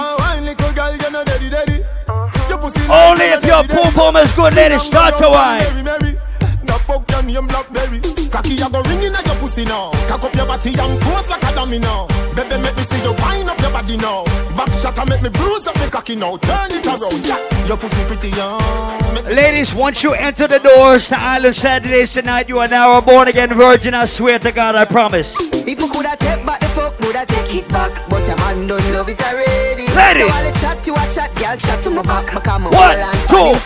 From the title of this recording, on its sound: LIVE AT ISLAND SATURDAYS ON DEC 17TH